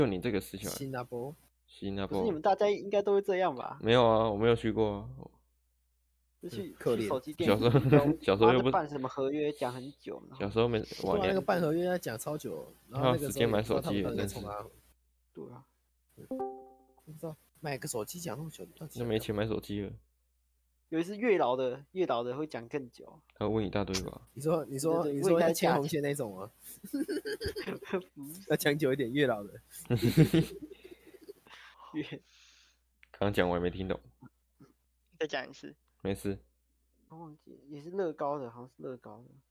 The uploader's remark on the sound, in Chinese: 音質甚麼的就沒再管了。